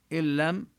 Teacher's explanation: النون هنا تدغم باللام إدغاما بلا غنة